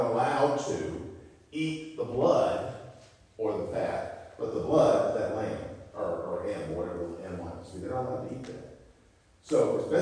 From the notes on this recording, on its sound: on Sunday, October 22, 2023 at North Beaver Baptist Church, West Jefferson, NC.